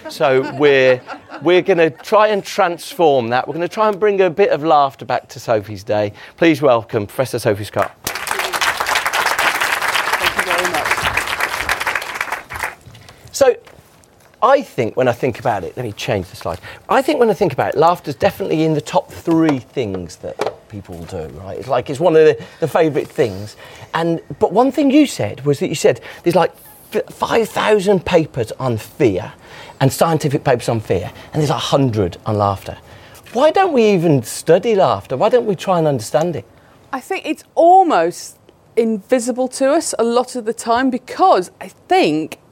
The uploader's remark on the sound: A brilliant live discussion from Ad Week Europe.